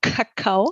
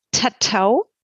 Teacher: Also wenn man zum Beispiel statt Kakao, das K wird hinten im Mundraum gebildet, Kakao, wenn man stattdessen das T einsetzt, Tatau, T wird vorne hinter den Zähnen gebildet · Shown in: second take · Term: Vorverlagerung